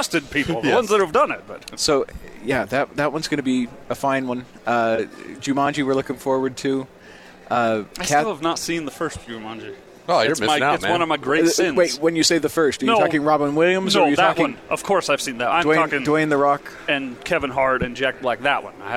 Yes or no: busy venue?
yes